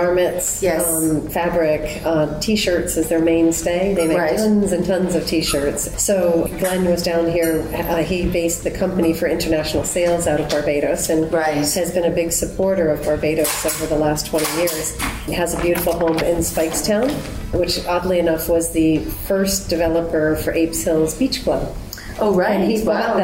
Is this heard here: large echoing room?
no